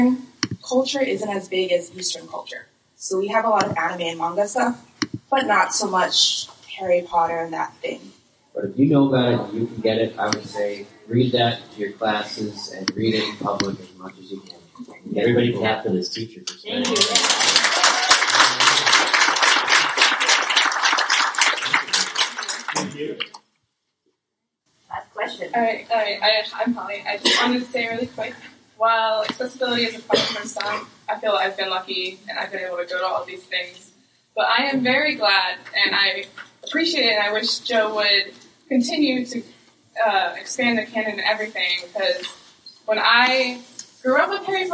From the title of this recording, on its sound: Live at LeakyCon Orlando